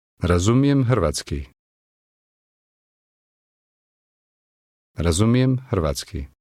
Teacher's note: Did you hear the rolling R in both words?